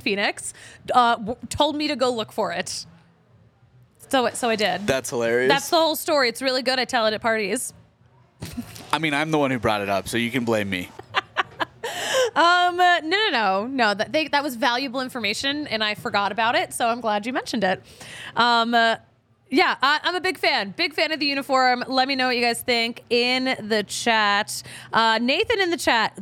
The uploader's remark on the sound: recorded LIVE at the DNVR Bar at Colfax & York!